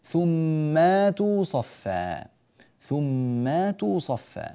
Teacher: ويقلب الهمزة في هذه الحالة ألفا لأن قبلها مفتوح